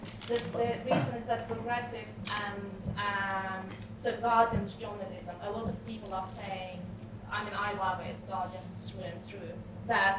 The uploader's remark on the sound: A recording of an Exponential View salon held in London in May 2017.